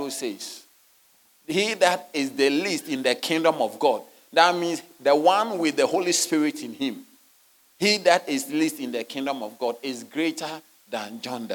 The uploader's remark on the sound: Sermon delivered on Sunday, February 11, 2024, at Serious Christian Church in Cape Town, South Africa.